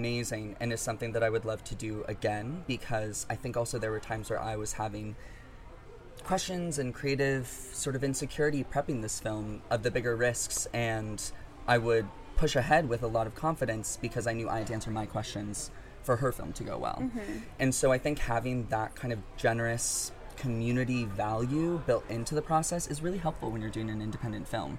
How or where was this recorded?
busy venue